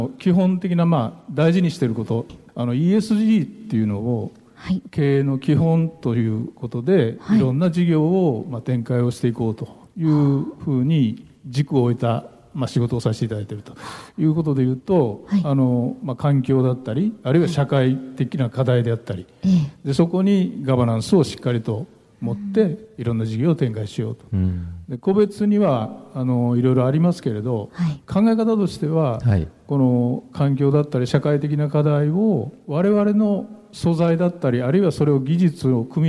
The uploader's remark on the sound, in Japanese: 公開録音「地球と共生・環境の集い2020」